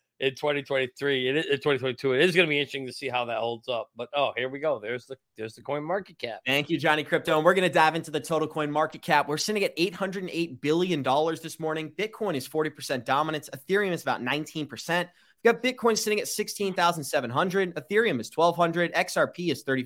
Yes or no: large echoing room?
no